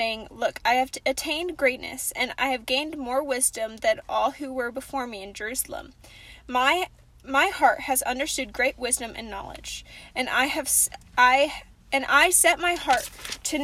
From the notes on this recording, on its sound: Convos in the Car